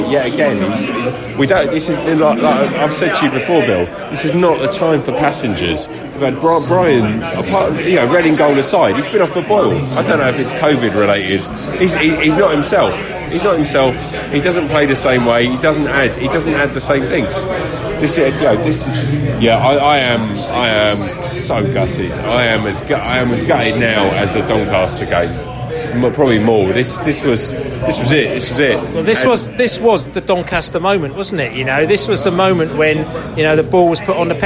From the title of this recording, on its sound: post-match podcast from the pub